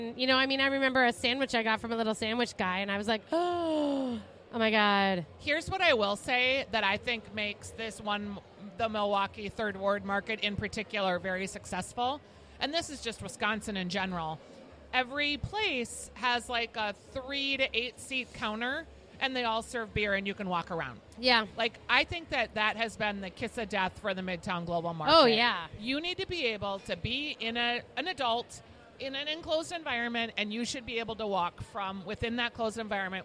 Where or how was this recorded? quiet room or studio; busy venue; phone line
busy venue